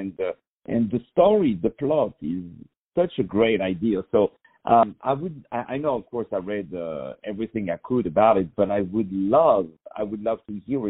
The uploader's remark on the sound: On the phone.